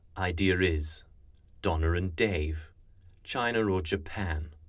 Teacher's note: This is where a linking R links a word that doesn't have an R at the end of it. It's just a schwa. · Term: intrusive R